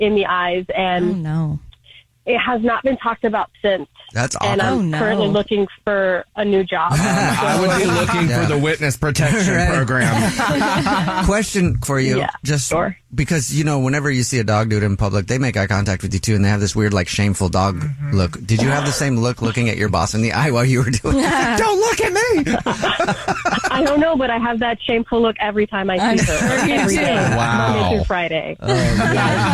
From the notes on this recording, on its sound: The man on the phone